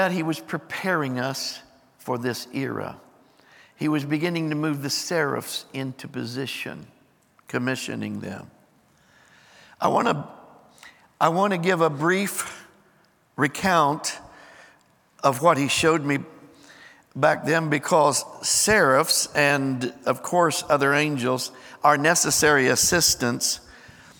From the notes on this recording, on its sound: Recorded live on 12/31/23.